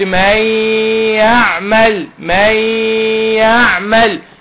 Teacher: طيب نون ساكنة بعدها ياء اهي، دخلت النون في الياء قلت من يعمل، من يعمل، كأن مفيش نون